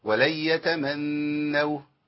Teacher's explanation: يقرأ بإدغام النون في الياء والواو نون الساكنة والتنوين في مع الياء والواو بدون ايه غنة.